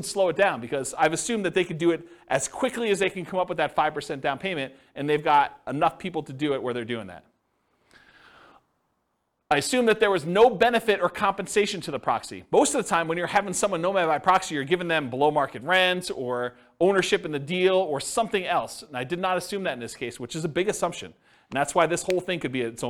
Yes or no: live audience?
yes